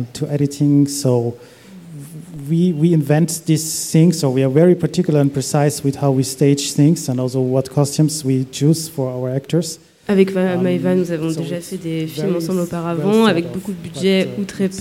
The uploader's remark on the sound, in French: Radio Grenouille s'installe en public, sur la terrasse du Théâtre des Bernardines, à l’occasion de la 31e édition du FID, le Festival International du Cinéma de Marseille. Dont les réalisateurs seront présents autour de notre plateau.